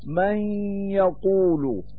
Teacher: لقد سبق أن ذكرت في باب الإدغام أن النون الساكنة إذا كان بعدها حرف الواو أو حرف الياء فإنها تحذف للتخفيف، مثل من يقول، وتصير الياء من كلمة يقول مثقلة وفي الإصطلاح مشددة